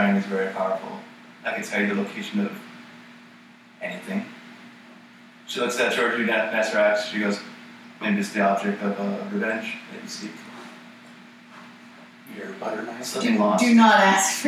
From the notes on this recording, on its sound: due to an audio malfunction the recording of this episode is very poor.